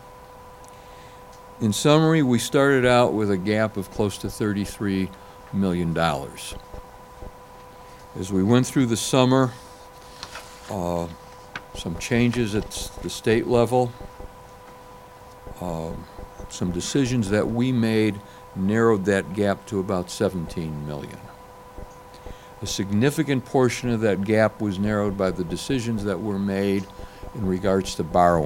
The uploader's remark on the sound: Press Conference